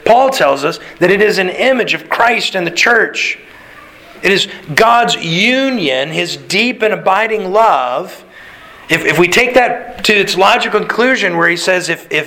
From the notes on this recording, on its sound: Sermon delivered to the Galena Bible Church